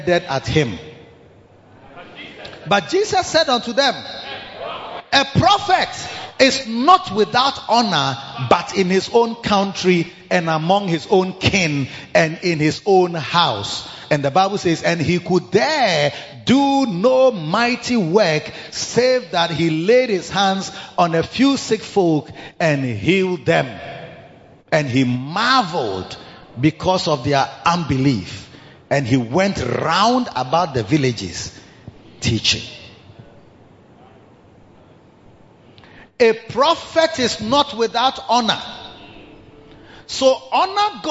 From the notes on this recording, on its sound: Preached at bthe Victory Secrets Service 1 - The Makarios Cathedral, HQ